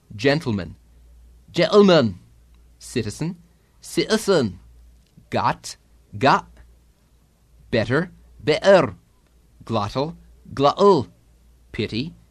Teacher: The glottal stop is the sound of the closing of the vocal folds in place of the medial T, sound, where you stop the sound with the chords instead of making the T plosive with the tongue.